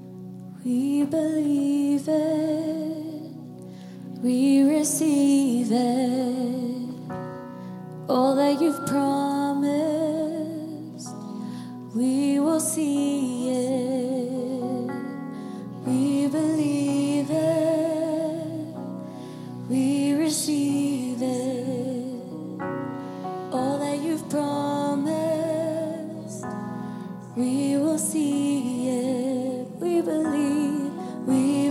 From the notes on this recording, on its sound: IKON Church. Recorded live at the Chesterfield Campus this is the message from the evening service on the 2nd February 20.